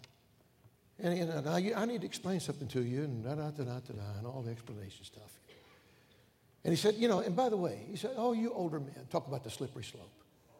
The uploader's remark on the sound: during the Tuesday Evening service of the 38th Annual National Pastors' & Workers' Conference in Santa Clara, California